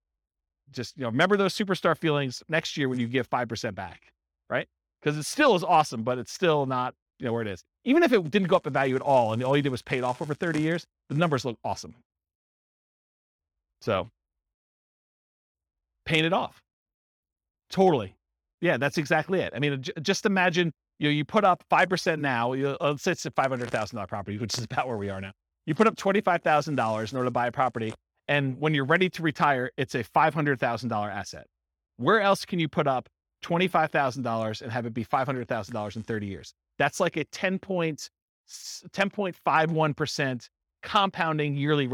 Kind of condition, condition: setting, live audience